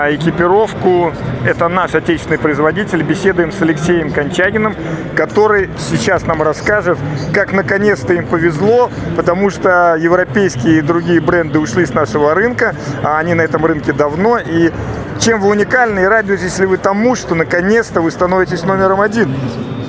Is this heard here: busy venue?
yes